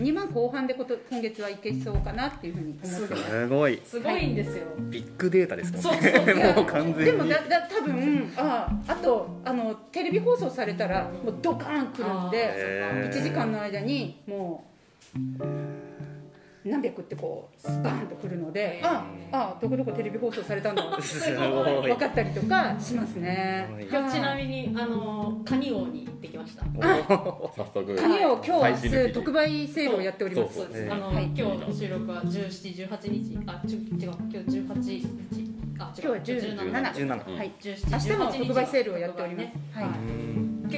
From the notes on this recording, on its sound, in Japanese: 初めては公開収録！公開収録スタイルで、4名のパーソナリティの自己紹介と企画発表をしました。